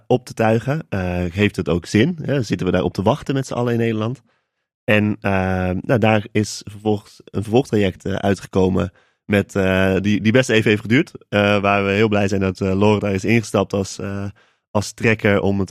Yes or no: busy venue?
no